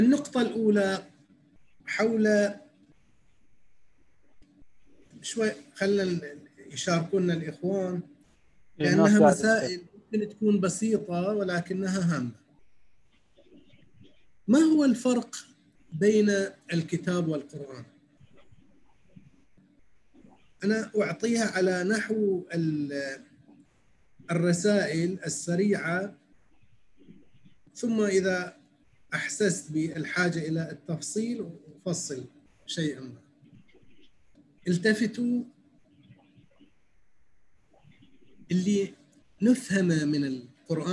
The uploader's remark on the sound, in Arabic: و يتم تسجيلها كل ليلة أربعاء على برنامج الزوم